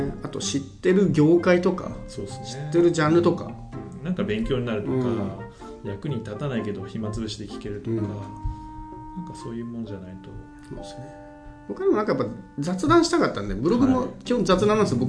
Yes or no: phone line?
no